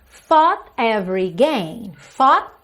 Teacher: percebe que eu fechei no T, consoante oclusiva